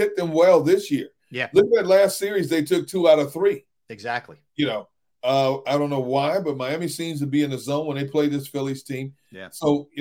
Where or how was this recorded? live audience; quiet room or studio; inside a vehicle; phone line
quiet room or studio